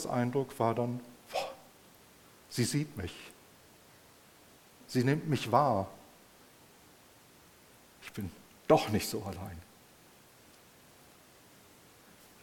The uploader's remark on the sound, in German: im Rahmen des Gottesdienst mal anders